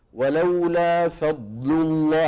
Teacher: واحد يصطدم حواف اللسان بالحنك، اثنين يتقدم رأس اللسان إلى الأمام تحت تأثير الهواء الضاغط · Term: الضاد